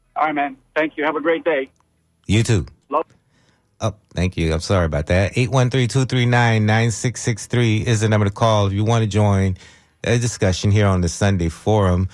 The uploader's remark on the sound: unique magazine format call-in show